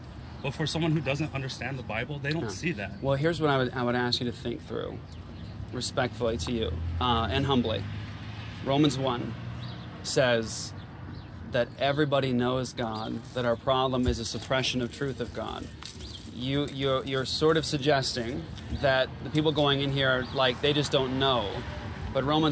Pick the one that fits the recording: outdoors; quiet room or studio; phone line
outdoors